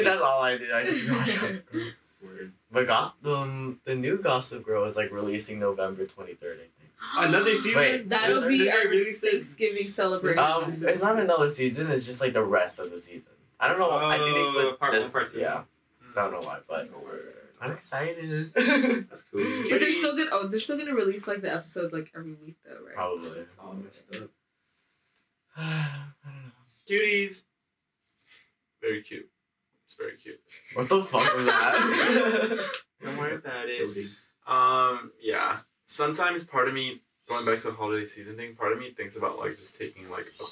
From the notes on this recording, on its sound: We may or may have not the audio file for this episode soooo, hope you don't mind the bad audio quality for this one!